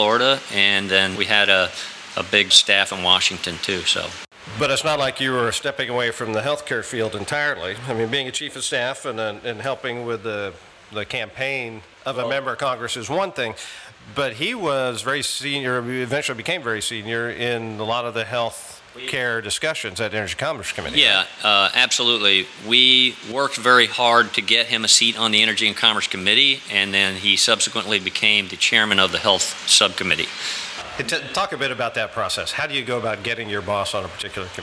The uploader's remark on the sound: At The Dubliner. Joins me at the heart of Irish hospitality, The Dubliner.